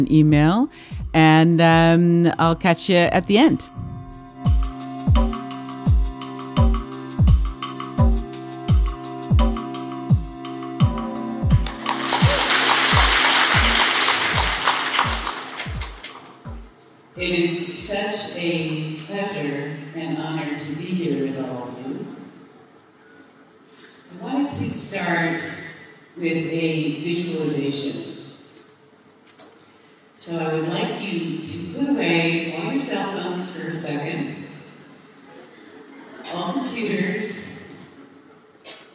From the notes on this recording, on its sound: Delivered in Shanghai on May 14, 2017 to 1000 women at the International Elite Women's Forum. The speech was delivered in English (with direct translation into Chinese which has been cut out here for easier listening.)